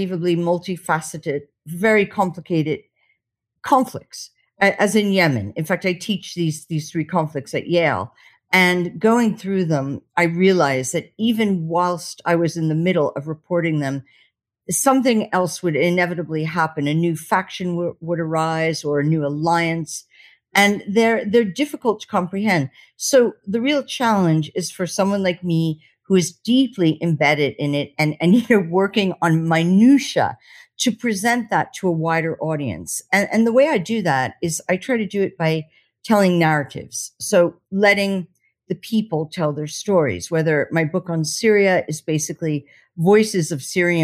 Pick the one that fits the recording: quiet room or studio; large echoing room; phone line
quiet room or studio